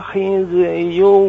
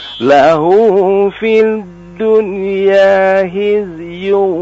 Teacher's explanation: Huruf zai, huruf zai jangan dikalkolah. · Shown in: second take